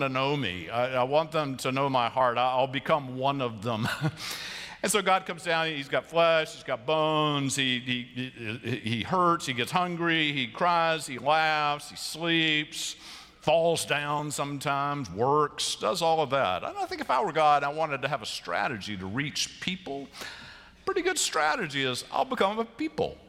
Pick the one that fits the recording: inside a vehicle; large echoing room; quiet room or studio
large echoing room